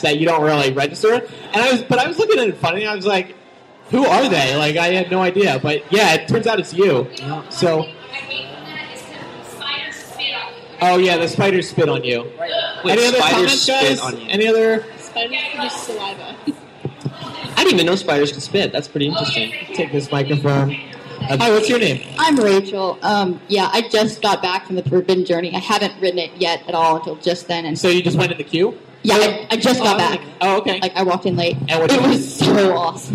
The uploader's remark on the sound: LIVE From Infinitus 2010 and The Wizarding World. The MuggleCasters are in Orlando to podcast in front of a live audience! The second is live from within the Wizarding World of Harry Potter theme park!